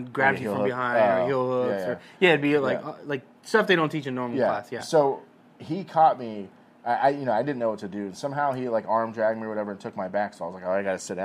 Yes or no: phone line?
no